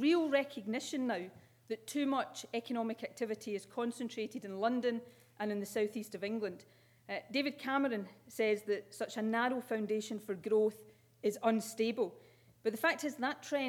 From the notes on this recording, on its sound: With a keynote speech at St Andrews University.